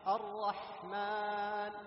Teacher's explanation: تحس بخروج ماذا؟ النفس ودفع النفس في الحاء · Term: الهمس